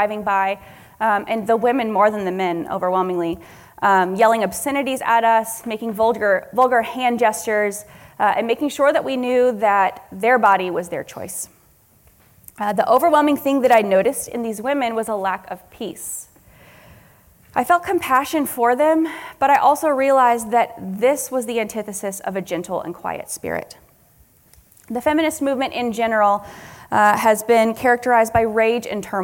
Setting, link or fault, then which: setting, live audience